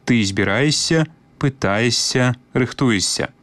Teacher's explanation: У вымаўленні тут абавязкова павінен быць падоўжаны мяккі «с»